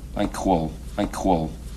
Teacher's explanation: what Malkovich does here is something that no Russian speaker speaking English would actually do, which is palatalize everything